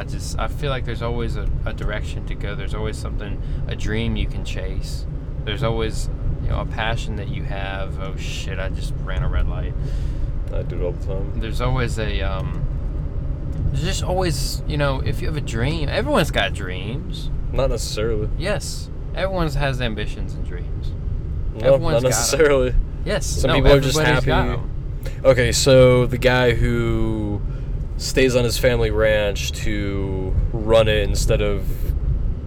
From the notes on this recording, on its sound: Car-cast. We went for a ride in my car today and decided to just record our conversations as if you were along for the ride.